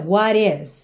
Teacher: E o T foi ligado com rarara